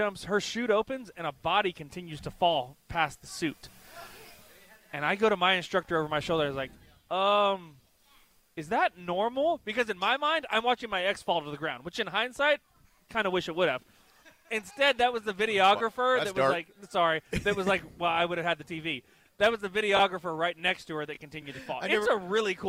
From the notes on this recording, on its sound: LIVE from Good Game in The Battery.